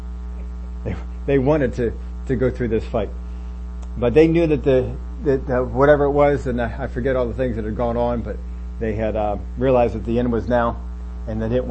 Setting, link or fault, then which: fault, hum or buzz